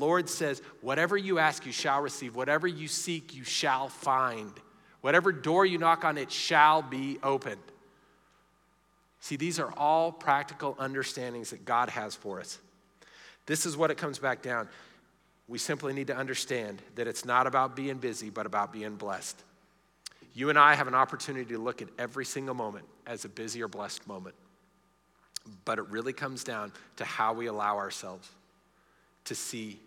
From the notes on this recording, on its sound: Recorded live during our Wednesday night service